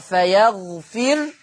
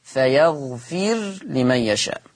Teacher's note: طيب في الآية 284 عندنا فيغفر، حفص عن عاصم يقرأ بضم الراء، بضم الراء، أما ورش عن نافع فيقرأ فيغفر، ها، بسكون الراء، فلما تبقى الراء ساكنة وما قبلها مكسور فتبقى مرققة